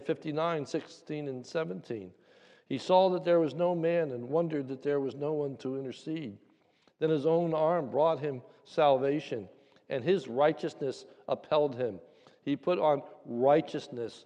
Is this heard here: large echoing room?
yes